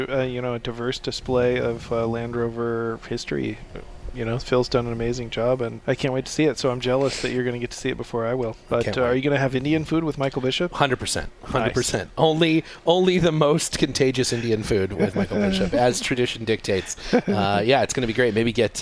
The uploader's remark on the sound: We’re live from the Podcast Hot Stove Lounge at the ANARC 75th Dimond Jubilee celebration at the Greek Peak mountain resort in Cortland New York. We kick off the four day long event.